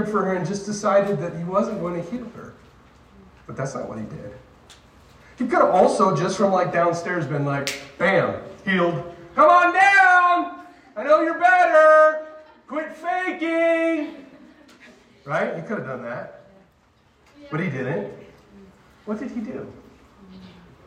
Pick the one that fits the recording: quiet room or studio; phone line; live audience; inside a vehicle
live audience